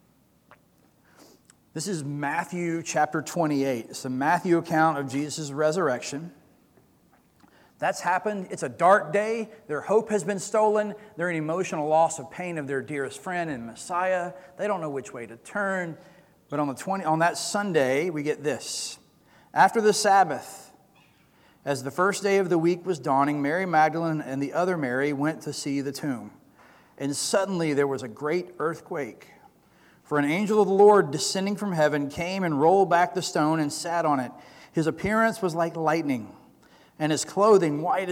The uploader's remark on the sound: Recorded sermon from Easter Sunday April 17, 2022.